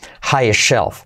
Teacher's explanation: The highest, en la T casi no se dice